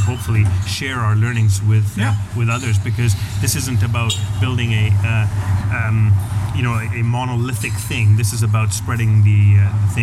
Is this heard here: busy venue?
yes